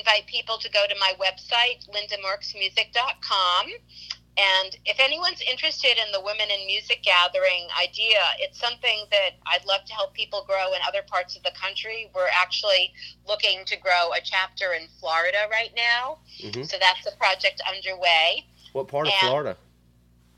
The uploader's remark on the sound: Burnt the phone lines.